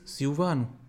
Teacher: o L tem som de U